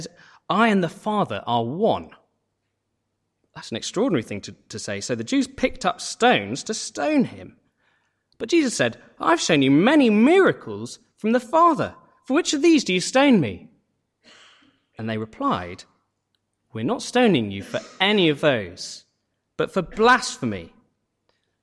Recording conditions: large echoing room